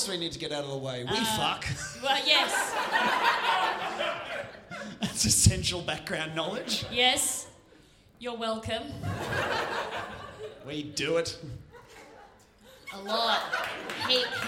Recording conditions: live audience